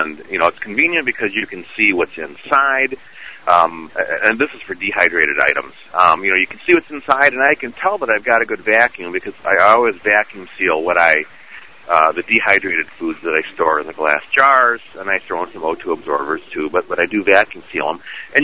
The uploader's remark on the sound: Call in friday